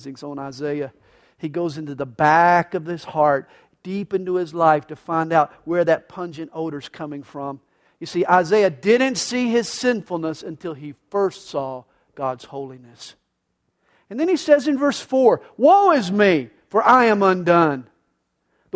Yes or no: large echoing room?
yes